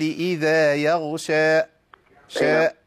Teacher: حضرتك بس بتقطع في عند مد الألف فبيبقى في شبهة همزة